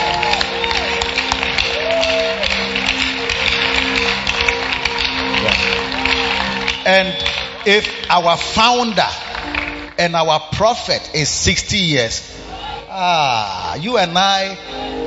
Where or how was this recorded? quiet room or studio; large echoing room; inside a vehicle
large echoing room